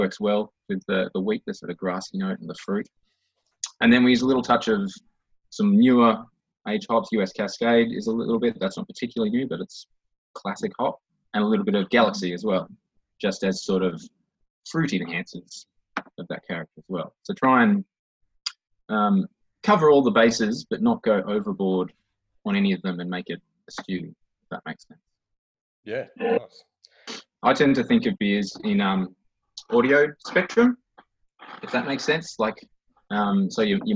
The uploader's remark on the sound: Online Meet the Brewers. We welcome Watts River Brewing into the Coolroom Zoom Room.